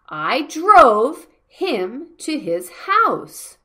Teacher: You have to stress drove and house.